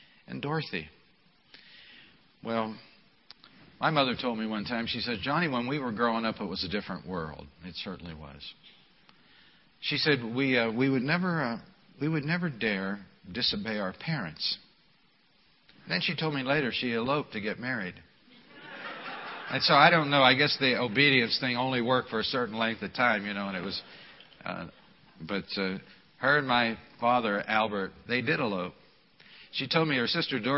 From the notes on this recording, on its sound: This message was delivered at the Memorial service